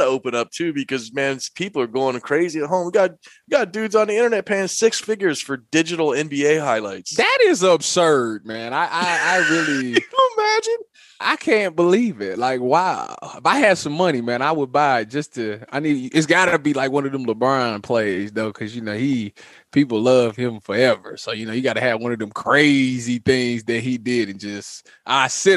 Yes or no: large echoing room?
no